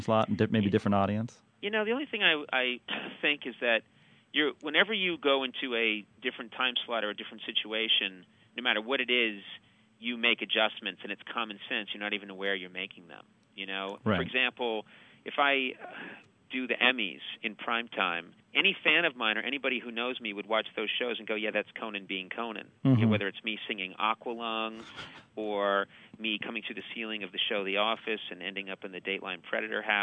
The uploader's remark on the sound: phoned up the TV Talk Machine